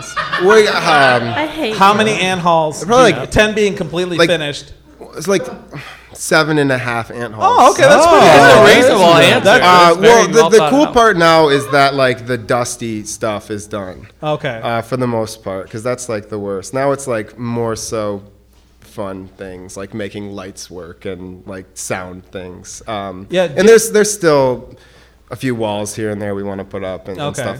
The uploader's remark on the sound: Our annual live episode where we bring back guests from past seasons. Coming to you from the Ghost Light Hamtramck.